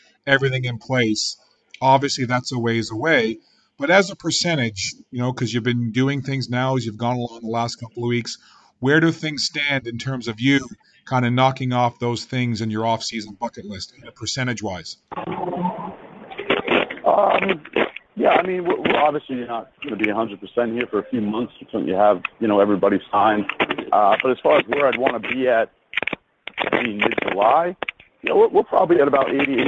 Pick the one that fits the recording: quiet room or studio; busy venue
busy venue